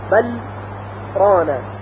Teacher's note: لام به صورت ساکن تلفظ میشه بل، و با یک فاصله کوتاه بدون اینکه تنفس بکنیم کلمه بعدی خونده میشه